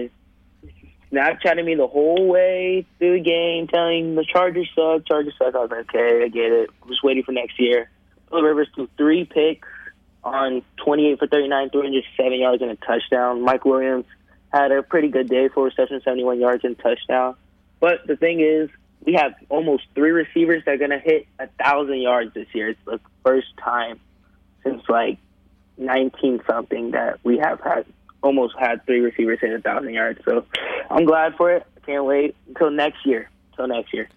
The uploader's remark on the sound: Over the phone. In the studio.